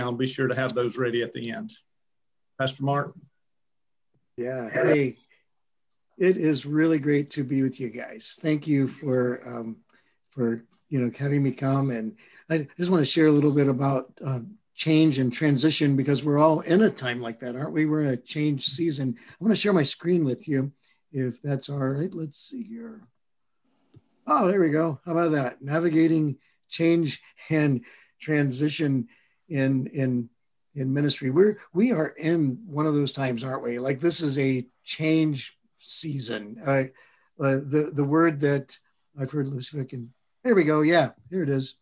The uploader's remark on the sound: a recording of a Facilitator M webinar